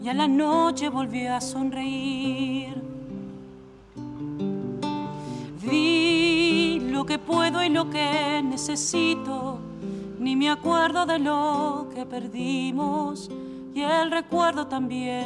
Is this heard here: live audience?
yes